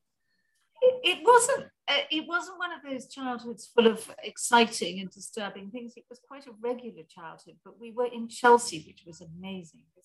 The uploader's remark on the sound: The Zoom connection was poor on this one.